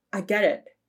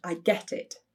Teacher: So they found in particular that Barack Obama had a tendency not to pronounce his T sounds at the end of words · Shown in: first take · or if he did pronounce something, it was different from the standard American English T sound.